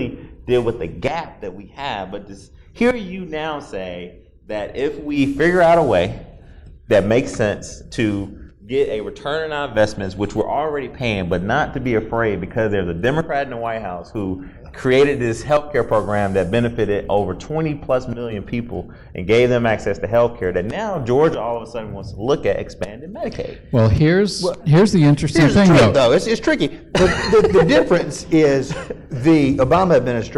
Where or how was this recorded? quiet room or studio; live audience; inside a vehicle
live audience